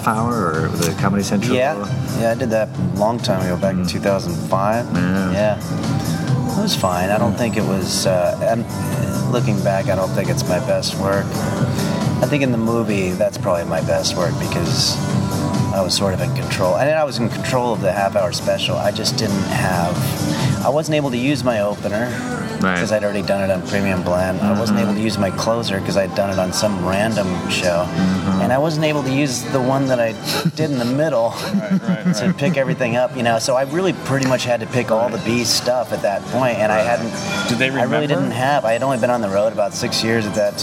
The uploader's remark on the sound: at The Palihouse in West Hollywood.